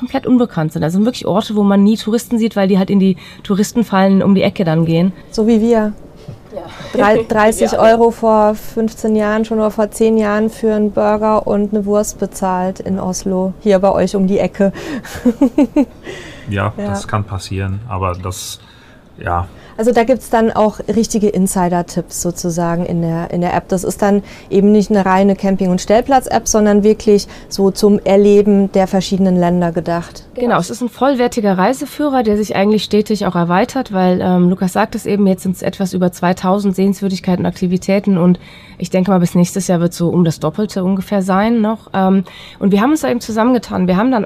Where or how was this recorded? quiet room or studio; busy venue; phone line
busy venue